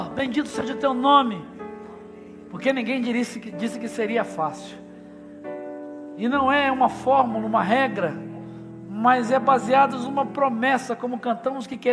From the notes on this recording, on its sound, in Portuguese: Celebração ao vivo